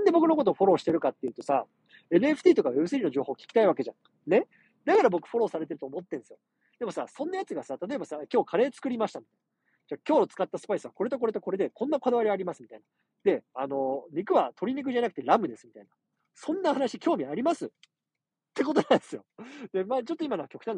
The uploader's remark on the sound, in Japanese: 車の中から収録してます。